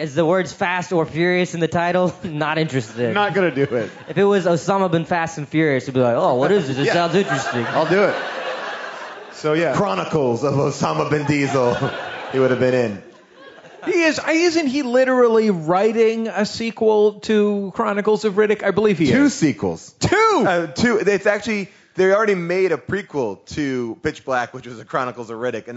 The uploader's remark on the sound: We talked with them live on stage at Bumbershoot.